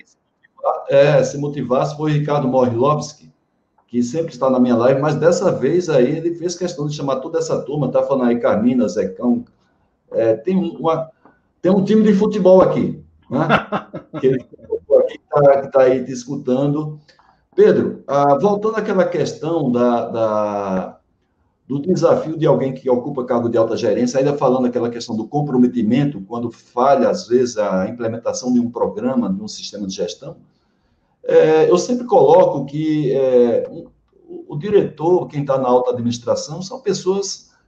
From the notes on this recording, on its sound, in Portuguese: Esta é a gravação da live